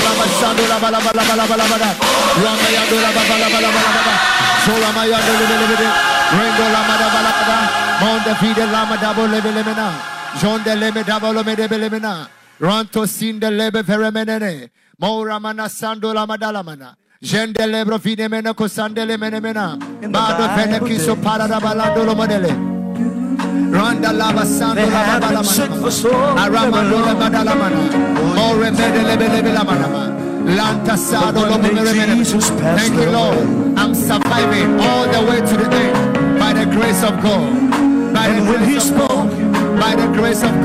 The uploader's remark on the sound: Preached at the FLOW Church Service.